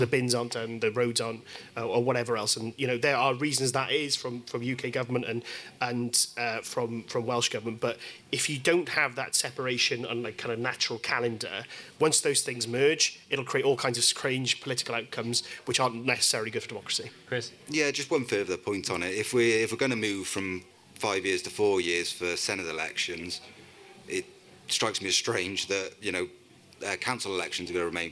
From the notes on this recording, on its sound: We recorded this podcast in front of a live audience at The Place, Newport as part of the 2023 Newport Rising Festival.